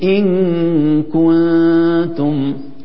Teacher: غنة التنوين والنون الساكنة عند القاف والكاف تكون قريبة من الإظهار